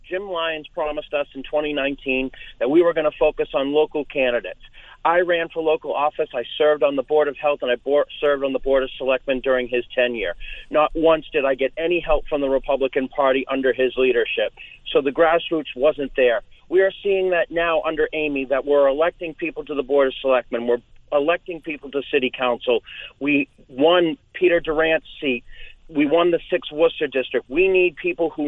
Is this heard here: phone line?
yes